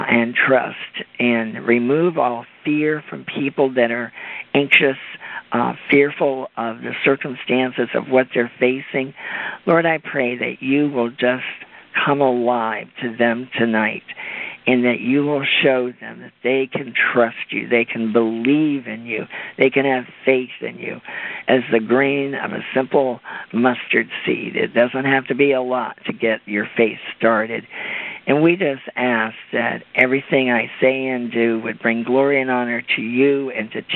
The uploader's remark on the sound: CONFERENCE CALL